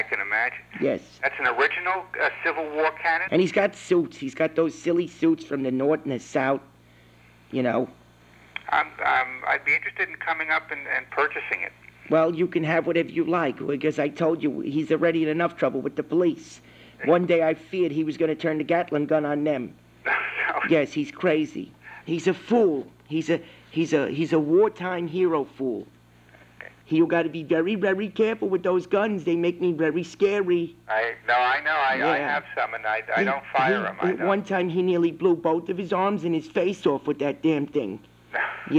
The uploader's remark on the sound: RBCP's Personal Prank Phone Calls Collection